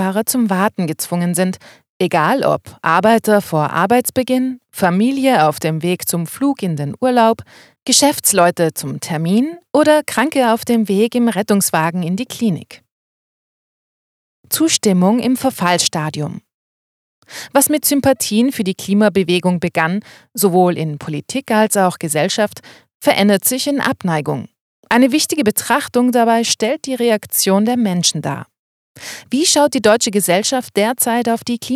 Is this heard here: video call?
no